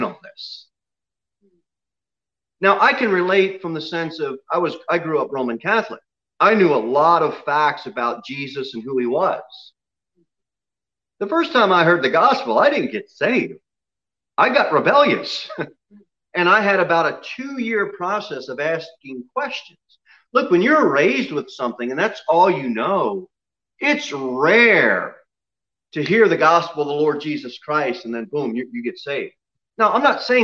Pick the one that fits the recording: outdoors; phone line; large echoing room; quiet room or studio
large echoing room